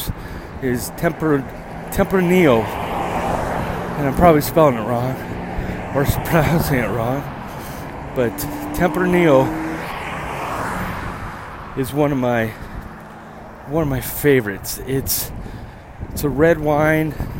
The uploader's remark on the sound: you come with my on a walk to getting my haircut